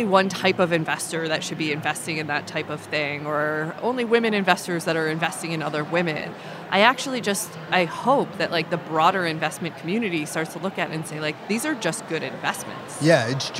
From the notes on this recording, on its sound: At the Collision Conference in June 2022. At the Collision Conference in June 2022.